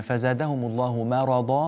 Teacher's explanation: رقق الميم لا تقول مرضا